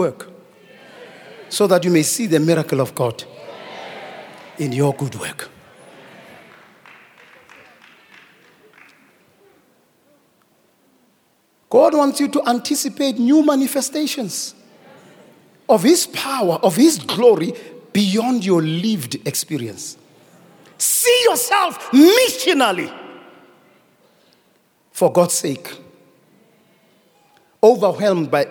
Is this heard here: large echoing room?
yes